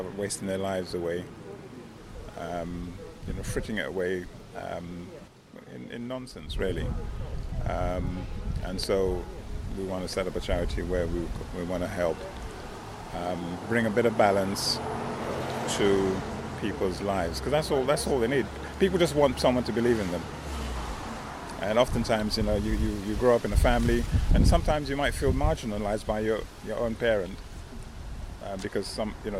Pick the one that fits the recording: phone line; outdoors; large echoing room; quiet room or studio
outdoors